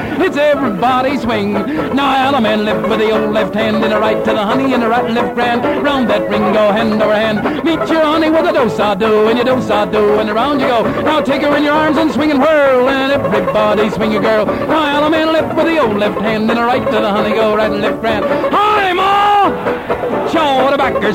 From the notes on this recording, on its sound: An estimated 15,000 folks danced under a clear sky on the Pacific Ocean with 35,000 spectators to cheer them on. The event was recorded. That reel-to-reel tape has been digitally remastered and is presented here.